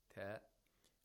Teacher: Ta is pronounced by trapping the air in the place of articulation of ta, which is the head of the tongue and the gum line behind the upper front teeth, ta, and releasing it suddenly, with sudden force. · Term: plosive